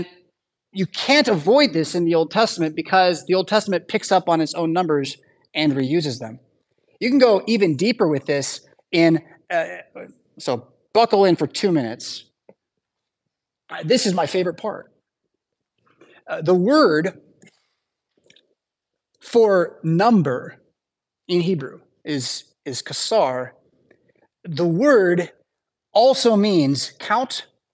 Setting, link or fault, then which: setting, large echoing room